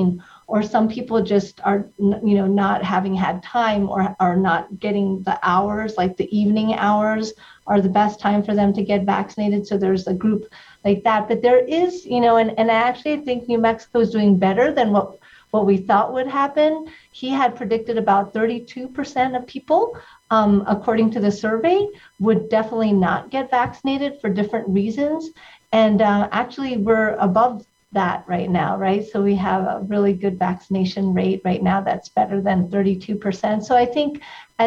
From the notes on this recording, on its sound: The New Mexico Department of Health provides a COVID-19 webinar update, and takes questions from the media. Via ZOOM.